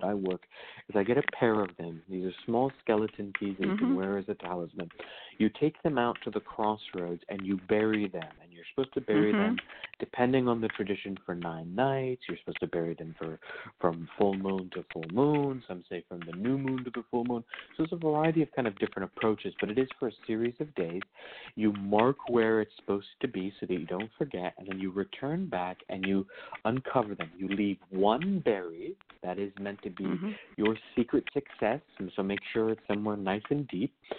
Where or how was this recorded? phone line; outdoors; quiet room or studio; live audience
phone line